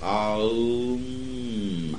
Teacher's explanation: The Hindus use the word Om, which would be spelled out A-U-M, because the letter A, A, is in the back of the throat. You push it through the vowel to Aum, and M is at the lips. So the word Om comprehends the whole range of sound.